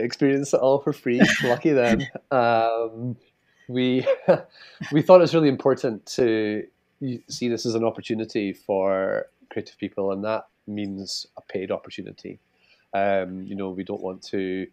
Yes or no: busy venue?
no